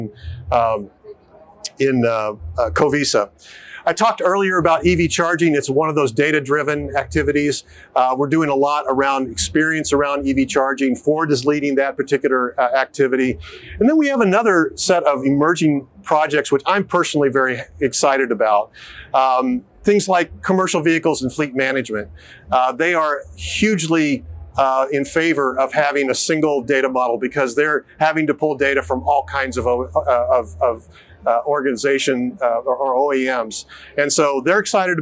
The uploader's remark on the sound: Filmed live at CES2024